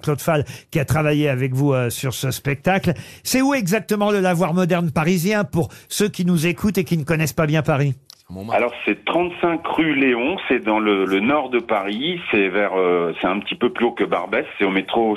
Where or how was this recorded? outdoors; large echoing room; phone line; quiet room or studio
phone line